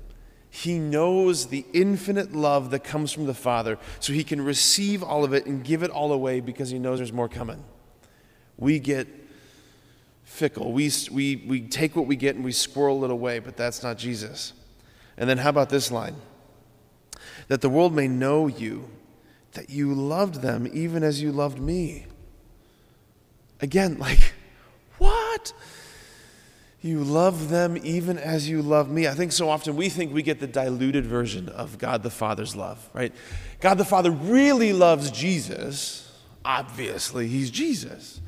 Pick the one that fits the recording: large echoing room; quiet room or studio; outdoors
large echoing room